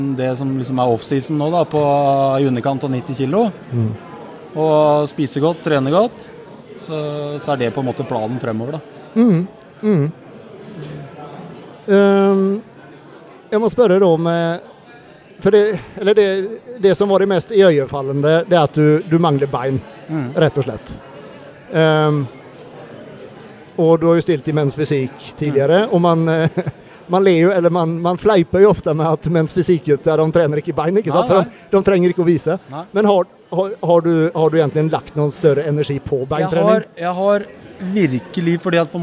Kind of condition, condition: setting, busy venue